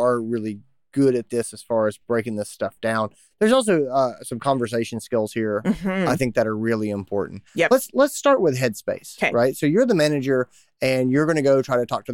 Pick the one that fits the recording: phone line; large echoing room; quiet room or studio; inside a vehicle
quiet room or studio